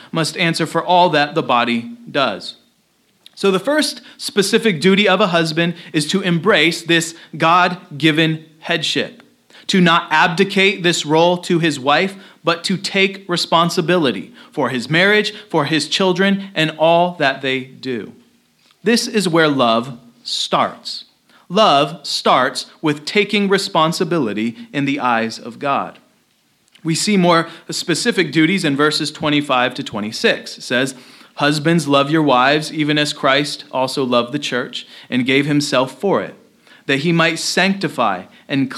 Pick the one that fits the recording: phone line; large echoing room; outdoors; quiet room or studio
large echoing room